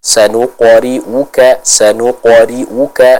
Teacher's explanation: pantulan dari huruf qaf tersebut tidak terlalu kuat · Term: qalqalah sughra